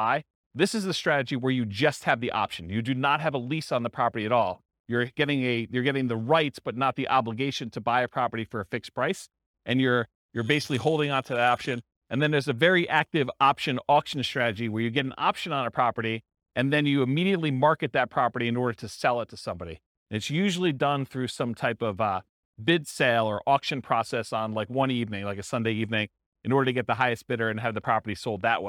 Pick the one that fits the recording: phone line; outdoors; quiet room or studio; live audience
live audience